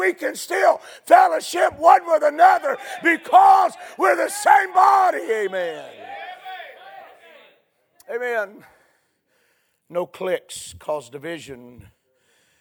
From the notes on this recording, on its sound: A sermon preached Sunday Evening, on May 28, 2023.